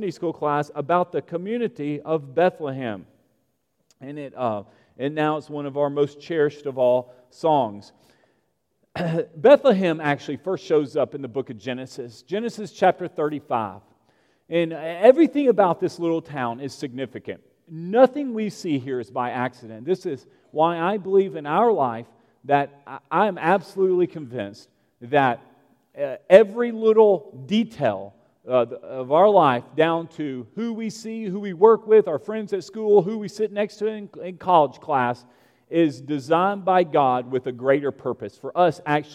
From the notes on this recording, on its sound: At Broadway Baptist Church, Lexington, Kentucky.